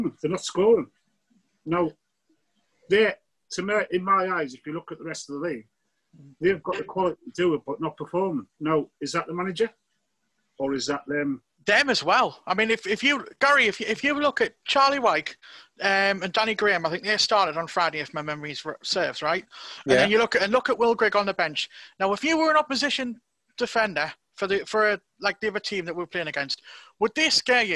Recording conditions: video call